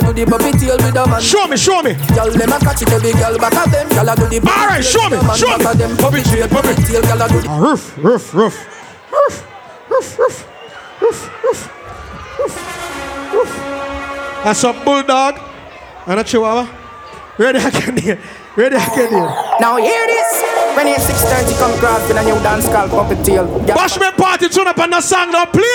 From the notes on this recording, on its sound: Live Dancehall Set at Bashment Party.